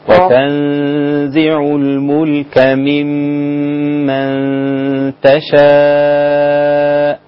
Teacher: برضو النون الساكنة مع التاء إخفاء مع الغنة